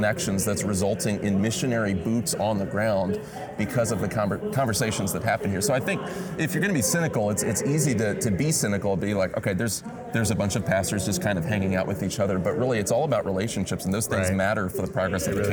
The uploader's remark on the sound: Live at T4G22. It’s the final Together for the Gospel conference. Recording on the convention floor.